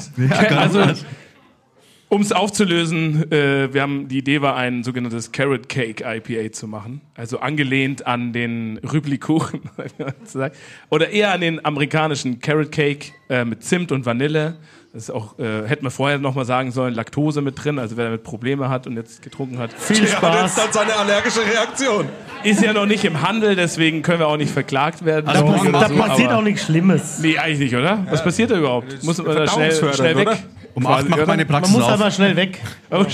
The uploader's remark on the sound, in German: Special LIVE Podcast im Afterwork. Das Ganze mit Bier und Mikro in der Hand. Anderes Setting, zu später Stunde und vor Publikum.